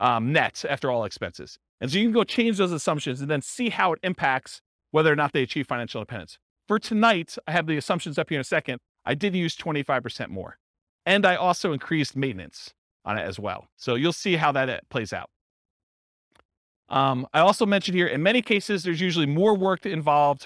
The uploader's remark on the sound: This was a live class recorded